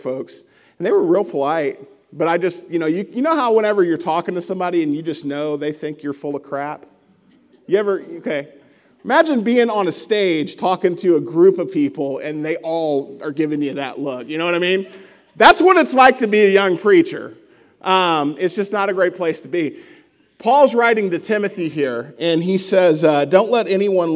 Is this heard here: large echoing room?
yes